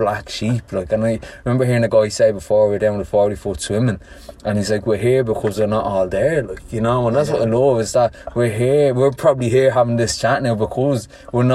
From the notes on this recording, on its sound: This episode was recorded in a car park just outside Dublin, 60 seconds after we first met, and shortly before we went for a hike and sea swim in the Irish Sea.